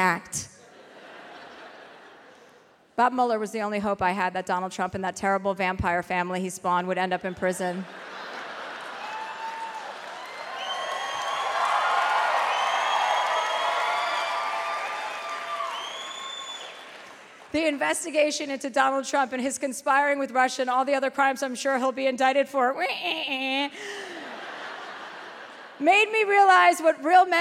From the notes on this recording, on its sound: live in Dallas